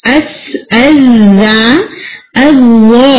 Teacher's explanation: جتنے لسا ہوئی لیٹرز آ رہے ہیں سا زا اور و، تینوں میں آپ تھوڑا سا ٹائم دیں